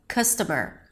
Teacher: You can even say it's the same sound, only that the first syllable is stressed, custom. And if you want to add the ER at the end, customer, that's just another schwa with an R